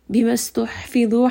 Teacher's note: ha is from the middle of the throat